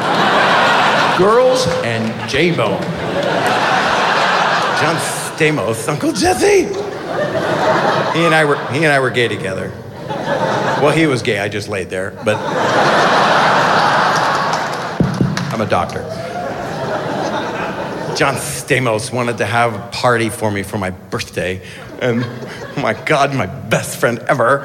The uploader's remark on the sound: In this live stage show from Seattle.